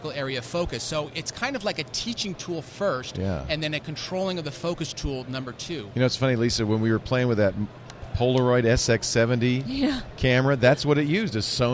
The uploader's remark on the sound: Live From NAB.